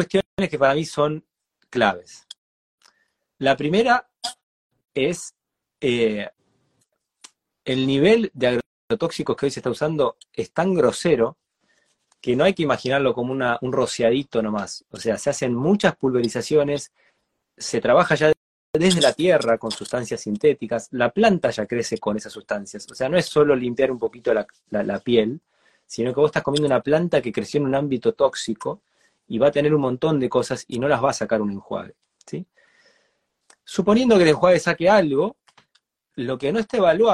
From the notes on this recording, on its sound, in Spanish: Audio de la charla en vivo por Instagram